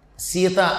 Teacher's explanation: సీత అనగానే ఒకసారి మీకే తెలుస్తుంది అది దంతంతో ప్రయత్నం అవుతుందన్నమాట · Term: దంత్యము